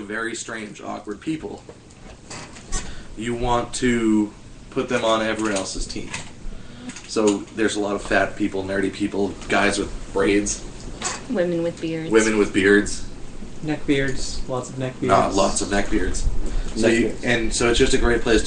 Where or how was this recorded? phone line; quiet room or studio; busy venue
busy venue